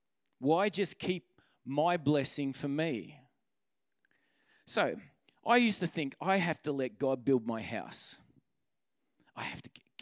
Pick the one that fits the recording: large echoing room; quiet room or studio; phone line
large echoing room